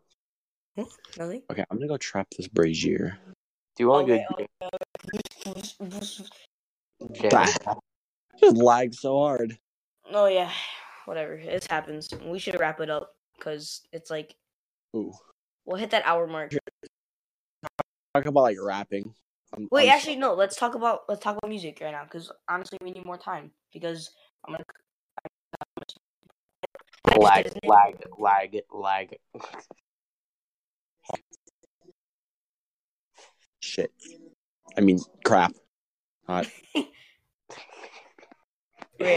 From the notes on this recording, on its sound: This episode has slight audio issues